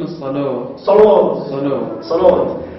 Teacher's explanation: الألف التي ينحى بها نحو الواو يعني كأنه يقصد بين الألف والواو بين الألف ممكن الصلاة صلاة